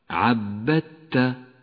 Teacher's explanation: تدغم الدال الساكنة بالتاء التي بعدها فتسقط من اللفظ ولذلك لونت بالرمادي وأما التاء التي بعدها فتشدد ويصير النطق هكذا · Term: الإدغام المتجانس